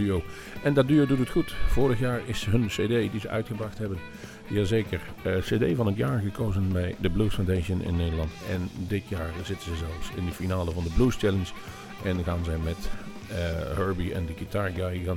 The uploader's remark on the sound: Live in Bluesmoose café